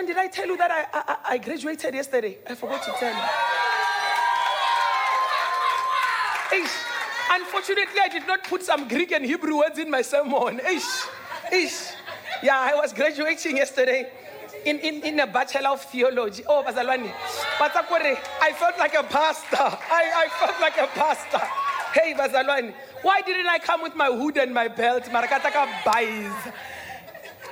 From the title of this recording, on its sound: Dream Conference 2023 (Day 3)